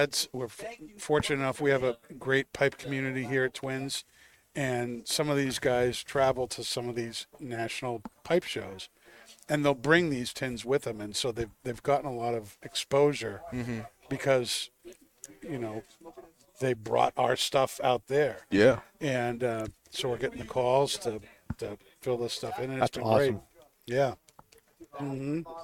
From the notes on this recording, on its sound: Recorded live from the 7-20-4 Lounge!